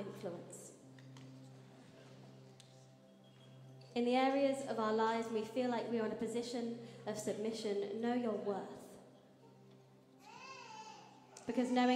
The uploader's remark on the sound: Streamed live at St Paul's Shadwell on Sunday, 7 May 2023.